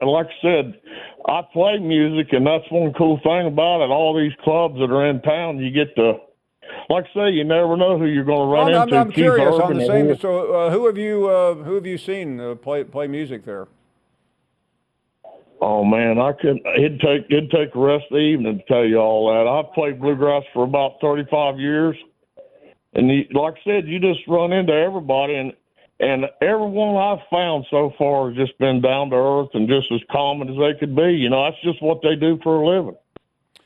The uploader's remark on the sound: Final hour of our President's Day show and we take a full hour of your phone calls.